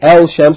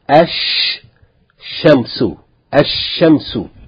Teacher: We don't say al-shamsu, the lam is not pronounced · Shown in: second take · Rather, the sun letter, the first letter of the word, is doubled with shadda, and the lam is replaced by that letter, so that the letter is pronounced twice.